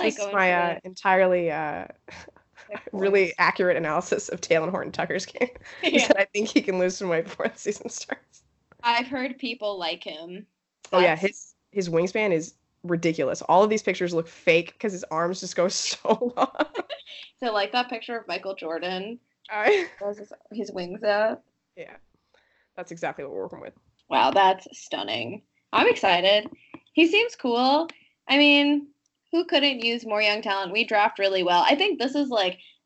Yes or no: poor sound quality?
yes